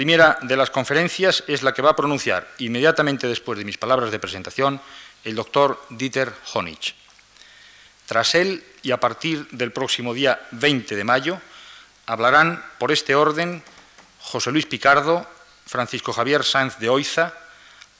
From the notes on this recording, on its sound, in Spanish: Inauguración de la Exposición "ARTE, PAISAJE Y ARQUITECTURA". "Conferencia inaugural".